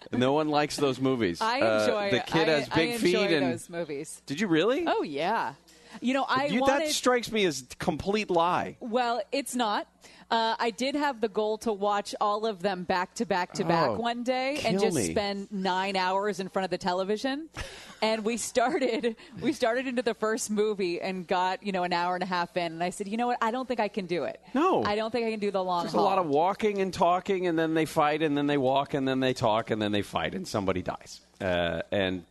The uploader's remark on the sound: live at JT Schmid's Restaurant & Brewery in Tustin